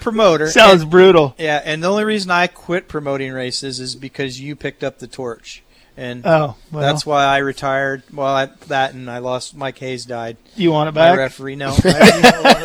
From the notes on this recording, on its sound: live from Pole Position Raceway in Grimes, Iowa